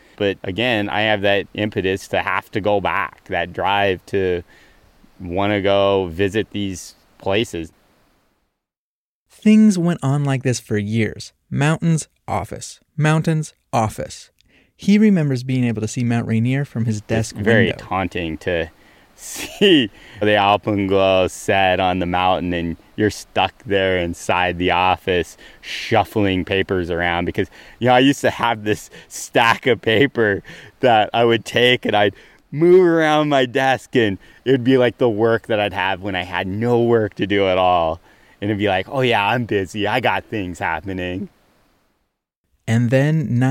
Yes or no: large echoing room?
no